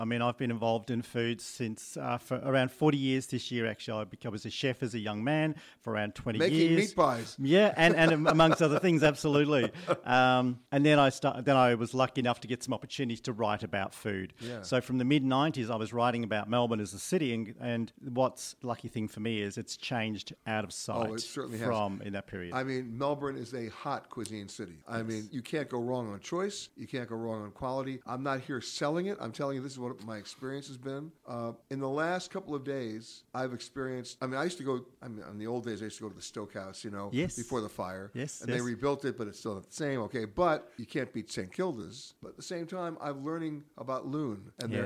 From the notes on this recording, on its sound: Virtuoso Symposium in Melbourne, Australia. Comes from the Virtuoso Conference in Melbourne, Australia.